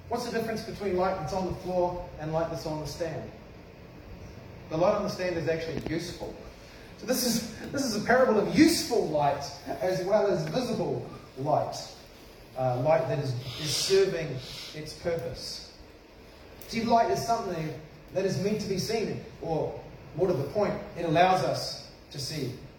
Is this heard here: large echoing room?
yes